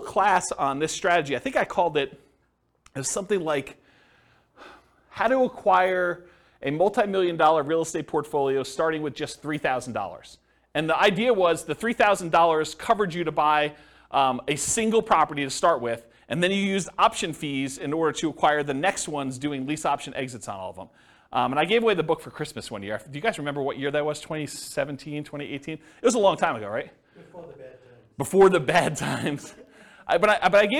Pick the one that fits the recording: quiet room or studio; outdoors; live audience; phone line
live audience